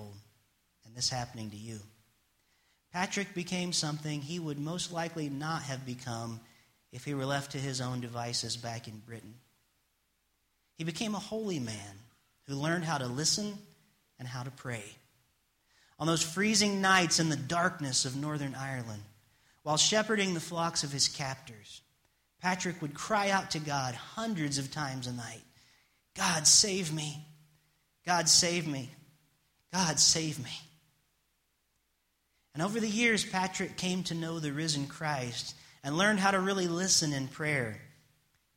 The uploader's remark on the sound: It's message I preached on Sunday Morning March 13th, 2016 at First Church of the Nazarene in Springfield Ohio.